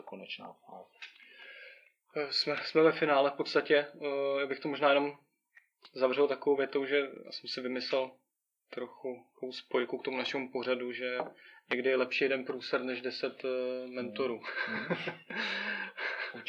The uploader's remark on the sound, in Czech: A to i přes to, že kvalita zvuku celkem pokulhává.